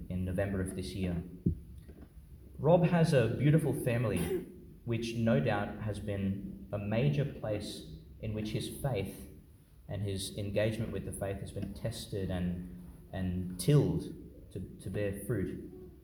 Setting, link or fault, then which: setting, large echoing room